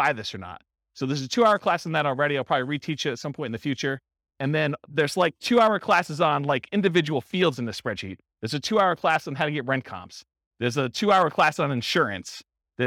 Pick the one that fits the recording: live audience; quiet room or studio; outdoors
live audience